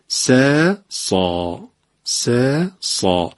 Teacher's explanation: سین عادی خودتون رو بگید، منتها بندازین صداتون رو تو گلو، به اصطلاح میگن سین حلقی شده